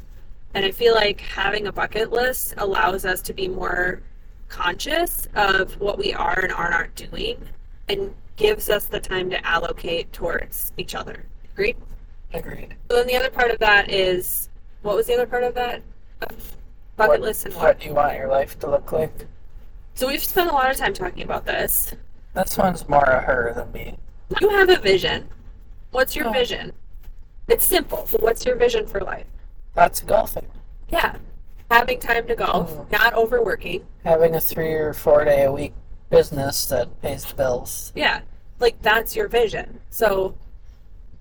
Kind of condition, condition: setting, inside a vehicle